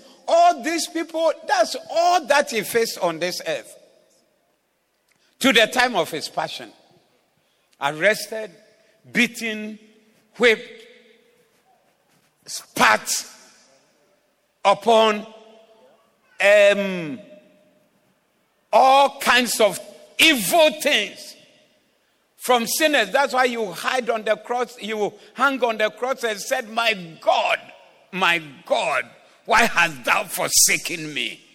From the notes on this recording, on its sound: Preached at the Zeloo Service on 03072022